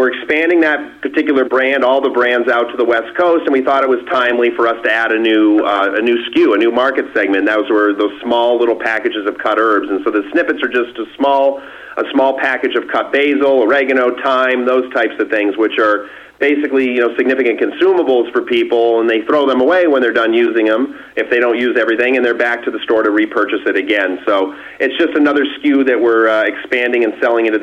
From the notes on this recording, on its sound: called in to SmallCapVoice